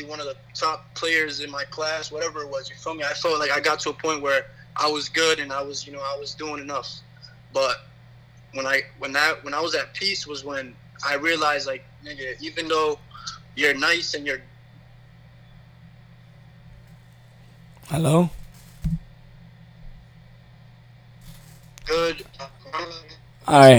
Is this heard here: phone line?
yes